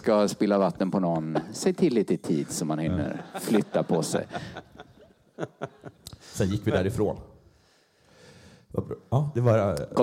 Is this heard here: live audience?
yes